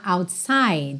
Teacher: Então, por exemplo, outside. Você não tem a pronúncia do E final e o próprio D quase não aparece